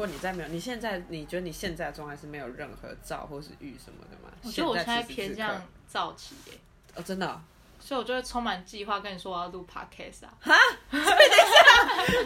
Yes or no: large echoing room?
no